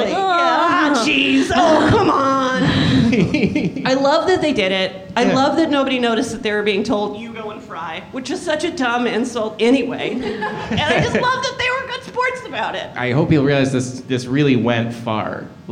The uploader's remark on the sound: LIVE at UCB Sunset. The audience joins in at the end with some historical pranks and goofs of their own, because our live shows are interactive and fun like that.